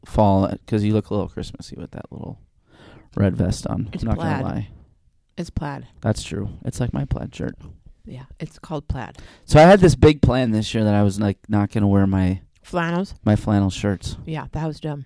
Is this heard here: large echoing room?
no